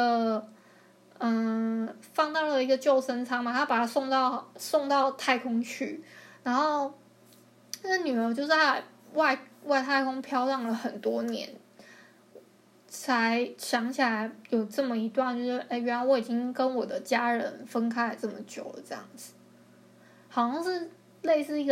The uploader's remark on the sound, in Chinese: 抱歉我後來發現收音的時候收到電腦的聲音。